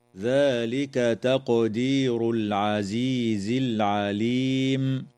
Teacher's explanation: تقلقل القاف في كلمة تقدير